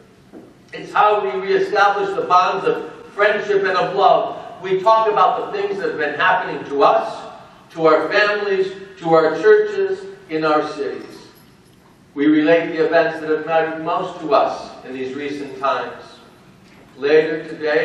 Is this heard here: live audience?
yes